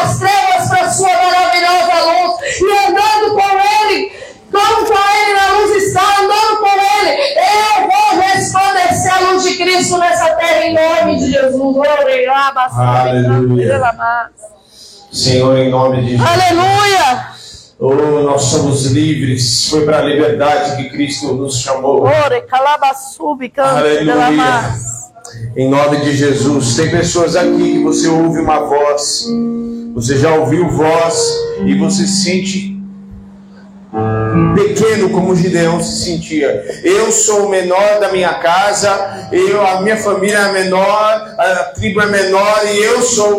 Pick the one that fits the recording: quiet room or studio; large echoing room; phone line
large echoing room